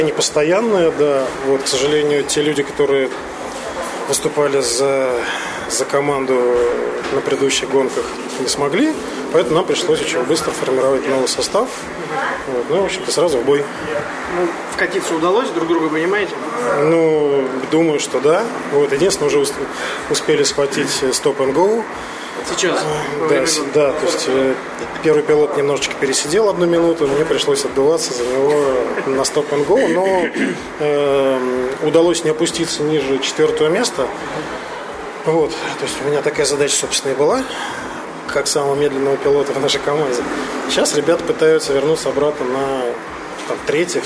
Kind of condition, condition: setting, busy venue